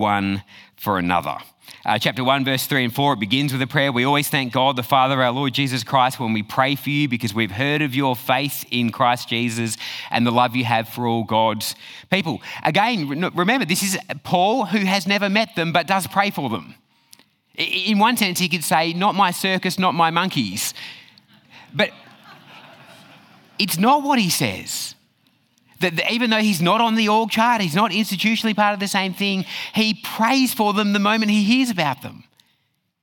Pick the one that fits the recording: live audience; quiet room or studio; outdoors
live audience